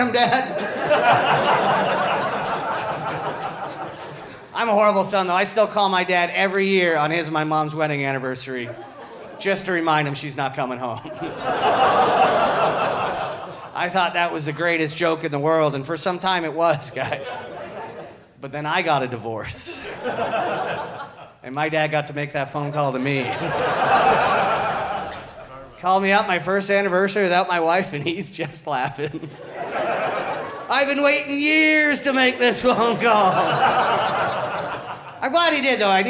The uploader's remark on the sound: Live from the inaugural Big Sound Comedy Festival in Parry Sound!